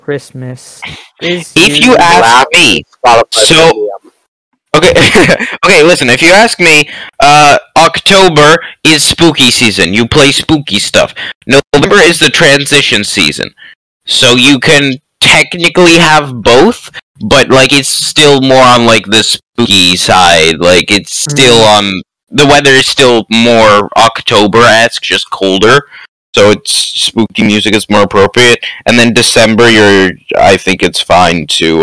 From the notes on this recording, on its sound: With this episode, we had to improvise. Can't come to our studio, so excuse our rough audio.